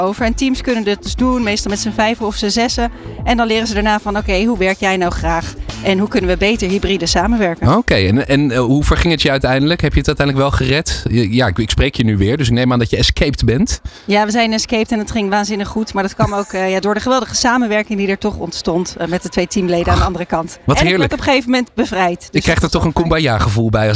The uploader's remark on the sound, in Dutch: Live-verslag van de Remote Working Summit. Een dag bomvol kennis en inspiratie, met tien keynote sessies, meer dan 25 seminars en zeven live debatten én veel netwerkmogelijkheden op het beursplein.